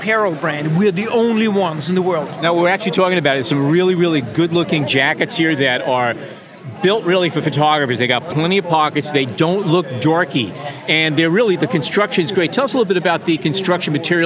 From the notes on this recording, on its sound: A Walk through PhotoPlus Expo 2017. It is the largest photography and imaging event in North America. It is at the latter at whom we aimed our microphones as we wandered around the Expo floor.